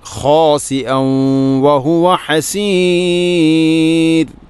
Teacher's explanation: ഇലൈക്കൽ ബസറു ഖാസിഅ വ തൻവീന് ശേഷം വ വന്നാൽ ഇദ്ഗാം നാഖിസ്. തൻവീനിനെ വ എന്ന അക്ഷരത്തിലേക്ക് കൂട്ടി ലയിപ്പിക്കണം.